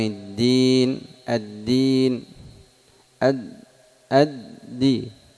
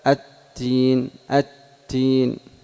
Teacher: لو جرى النفس يقرب من التاء · Shown in: second take